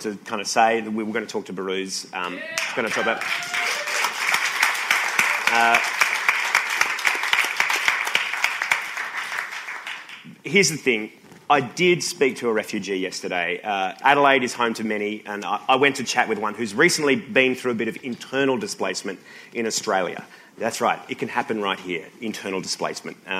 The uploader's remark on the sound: AdelaideCabaretFestival. Recorded live on stage. I’d urge you to listen out for the excruciating audience reactions. In front of the good people of Adelaide.